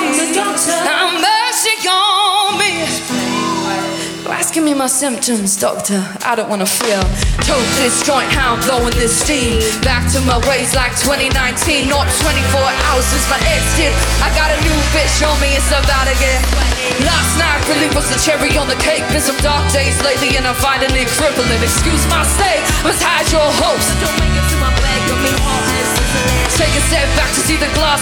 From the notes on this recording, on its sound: Live at Lazy Days Festival, The Zoo, Fortitude Valley on the 3rd of June 2023